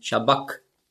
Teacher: Und das CH im Griechischen, das ist ja ein Buchstabe, das Chi, das hat man ausgesprochen so wie ein C hinten im Gaumen